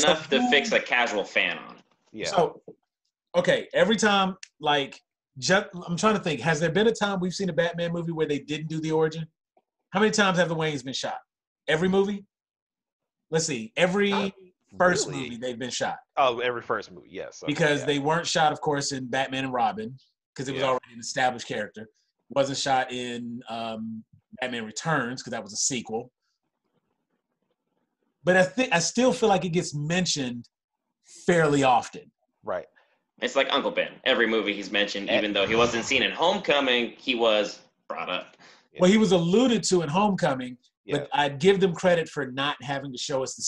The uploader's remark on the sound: on a Zoom call